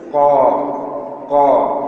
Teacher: المفتوح الذي بعده ألف قا قا هذا أقوى المراتب تفخيما